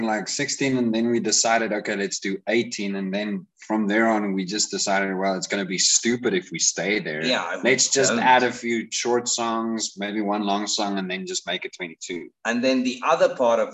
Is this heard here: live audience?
no